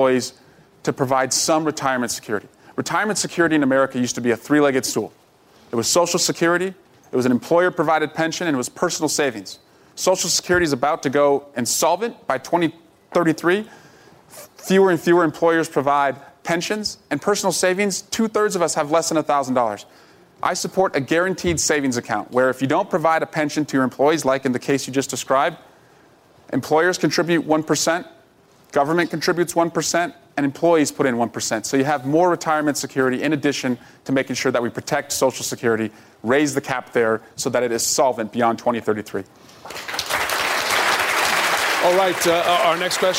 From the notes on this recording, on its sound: answers questions during a live town hall